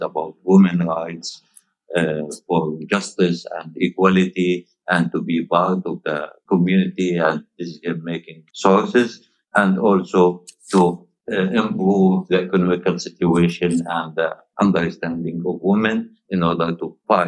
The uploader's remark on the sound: We also apologise for some of the sound quality during the interview, which is not great for a few different reasons.